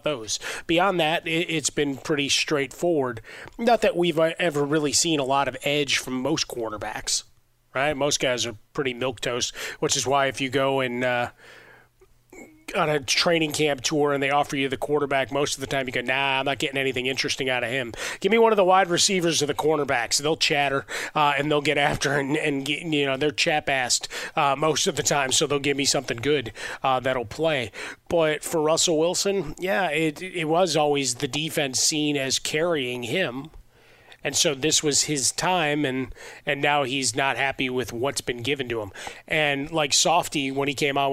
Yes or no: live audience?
no